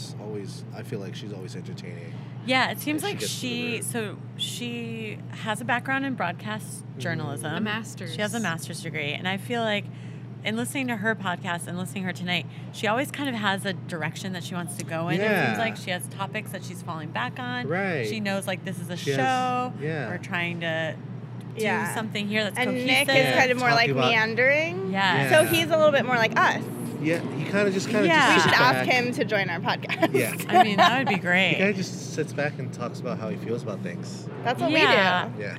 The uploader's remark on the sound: A short episode we recorded in the alleyway in front of the Westside Comedy Theater.